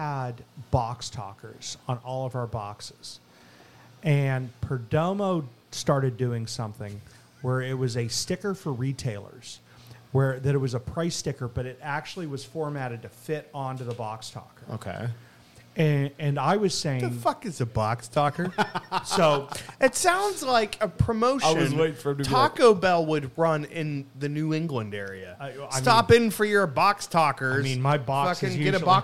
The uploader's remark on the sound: go on location at The Blind Fox in Dormont, Pa for Oktoberfest